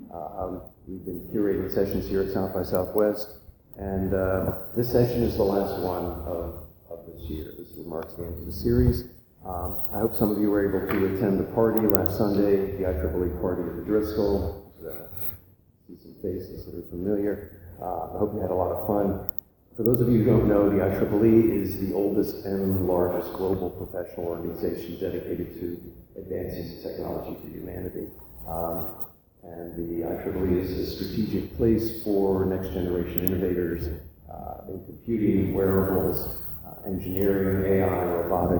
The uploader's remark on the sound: This is a low fidelity audio recording of the panel. At SXSW in Austin, Texas as part of the IEEE Tech for Humanity Series.